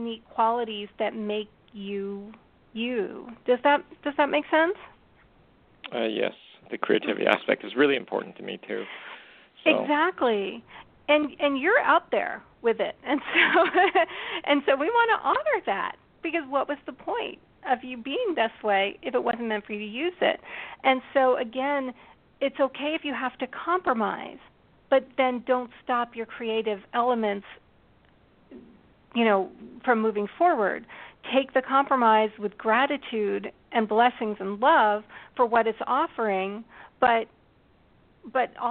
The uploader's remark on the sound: We'll be talking tarot, of course, and taking your questions and comments through social media and on the phone.